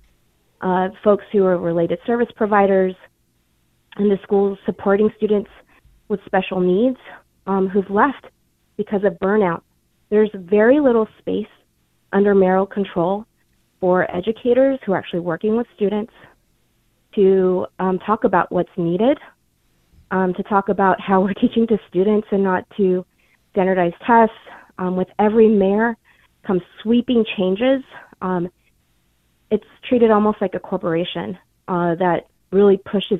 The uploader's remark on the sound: Teachers call in to tell us how they’re doing this year.